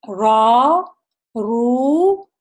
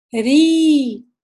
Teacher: جب بھی ہم موٹا پڑھیں گے را، اس وقت جو زبان کی جڑ ہے جو اقصیٰ لسان جو ہے وہ تھوڑی سی اوپر اٹھے گی · Shown in: first take · اور جب ہم را پتلا پڑھیں گے اس وقت وہ نہیں اٹھے گی، وہ نیچے ہی رہے گی.